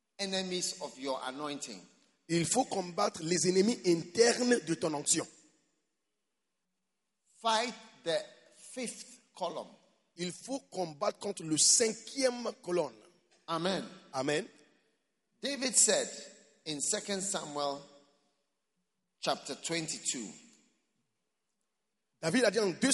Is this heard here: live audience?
yes